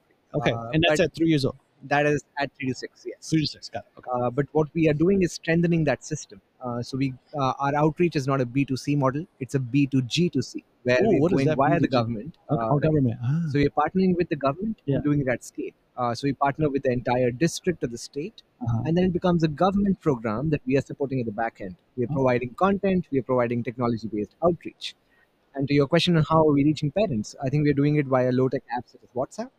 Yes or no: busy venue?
yes